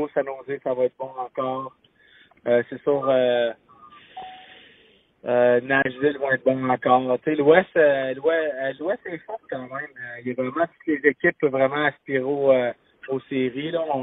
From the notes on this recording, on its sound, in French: Au bout du fil. En studio.